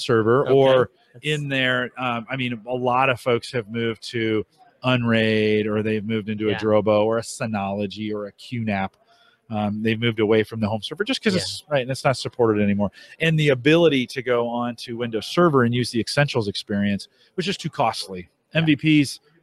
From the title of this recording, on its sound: Interviews at HDC 2016